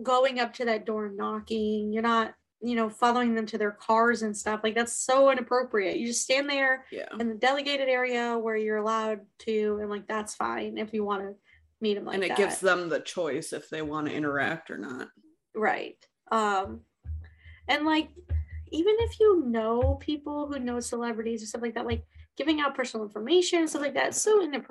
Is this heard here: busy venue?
no